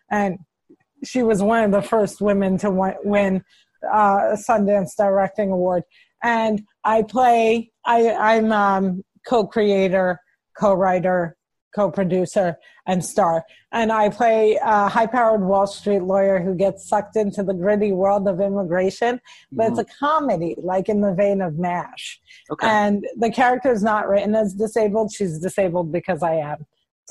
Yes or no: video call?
yes